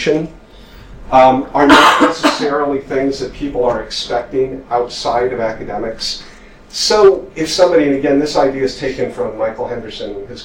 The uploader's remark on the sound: Speaks at the SRHE Digital University Network event: Methodology and Ethics for Researching the Digital University.